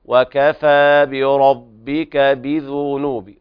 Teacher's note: يحتاج إلى تمرس أيضا، كسر الباء ثم ضم الذال